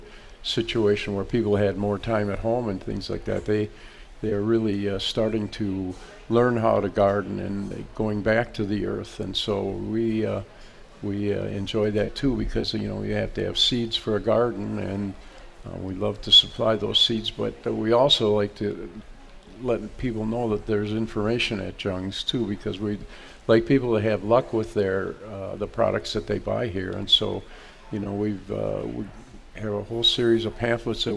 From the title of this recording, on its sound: Live At Jung Garden Center